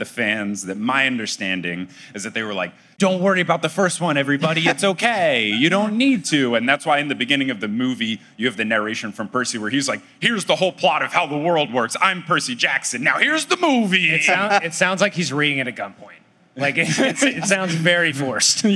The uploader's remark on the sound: LIVE in San Antonio!